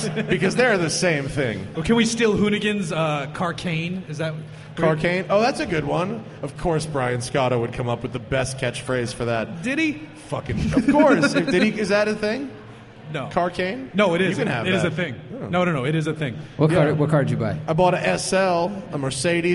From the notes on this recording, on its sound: We decided to record this one in person. A handful of folks gathered at Four Sons Brewery in Huntington Beach, CA.